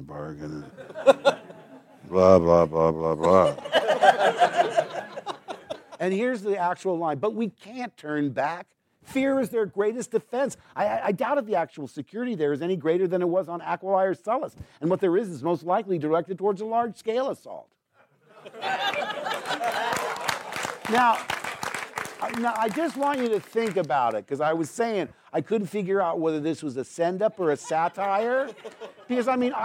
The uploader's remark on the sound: recorded this in front of a live audience at the "BAFTA Los Angeles Behind Closed Doors Evening